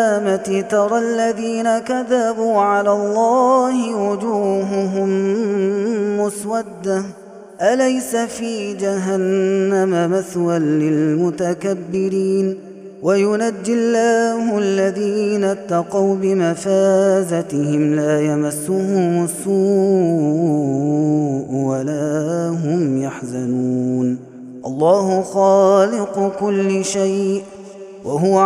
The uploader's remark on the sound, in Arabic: هذا التسجيل من صلاة التراويح